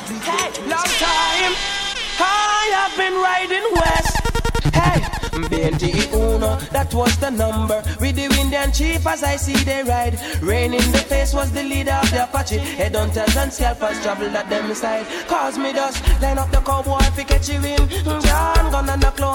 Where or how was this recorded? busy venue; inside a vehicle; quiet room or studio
busy venue